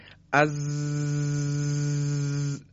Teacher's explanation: این ز که تلفظ میکنیم تار صوتی مرتعش میشه از. حالا وقتی تبدیل به سین میشه، میشه از. · Term: صفت جهر